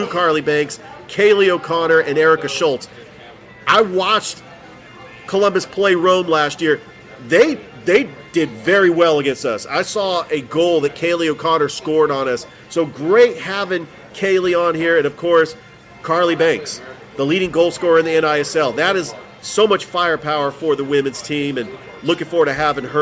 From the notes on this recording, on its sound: Live from Ivy Park Sports and Grill